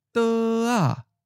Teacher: The fourth tone changes to second tone, but the suffix a just prevents the preceding syllable from falling. So the second tone becomes a high flat.